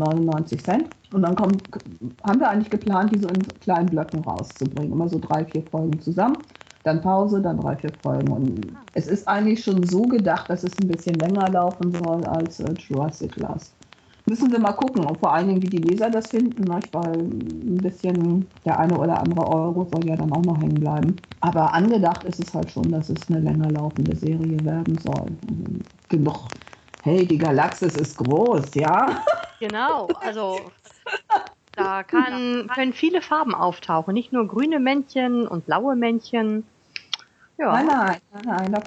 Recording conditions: video call